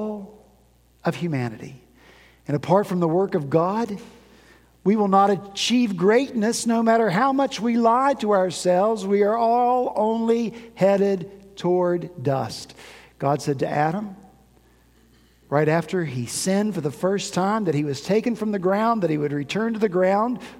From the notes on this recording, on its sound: At Redeemer Presbyterian Church in Charleston, SC.